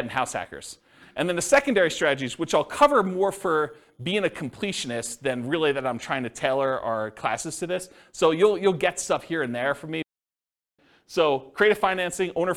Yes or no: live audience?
yes